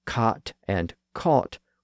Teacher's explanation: the merger of the ah and aw sounds in parts of the northern and western U.S., so that the words cot and caught were both pronounced as caught